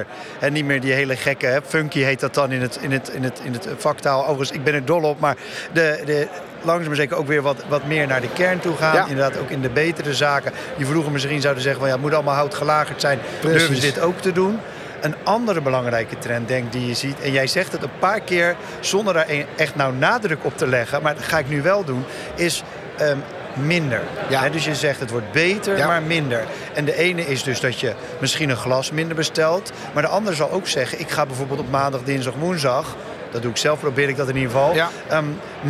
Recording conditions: busy venue